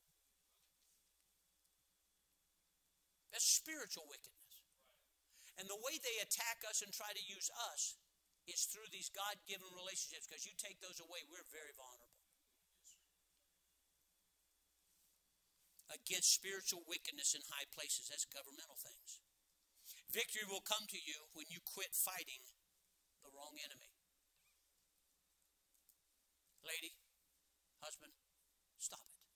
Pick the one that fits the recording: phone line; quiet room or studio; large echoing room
large echoing room